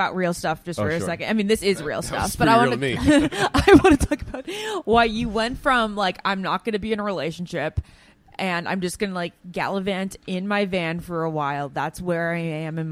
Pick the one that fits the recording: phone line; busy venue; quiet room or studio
busy venue